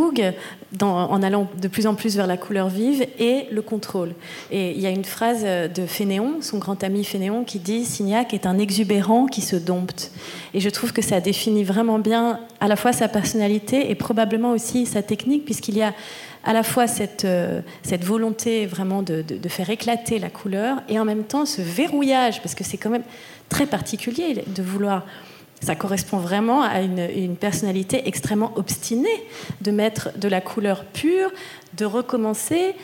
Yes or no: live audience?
yes